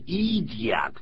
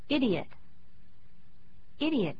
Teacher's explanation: 第一个 I 是念作 I 短音。第二个是 E 是长音。 · Shown in: second take